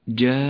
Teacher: مد لازم كلمي مثقل، حيث جاء حرف المد وهو الألف وبعده حرف مشدد وهو النون، لونت الألف بالأحمر الغامق إشارة إلى مدها 6 حركات لزوما.